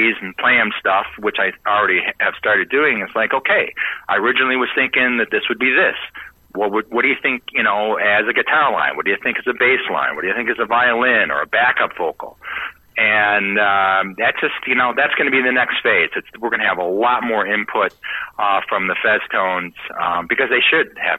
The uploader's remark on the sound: joins in for a phone interview